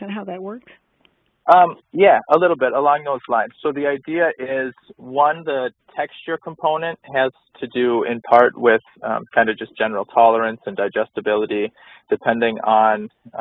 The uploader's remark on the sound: phone Call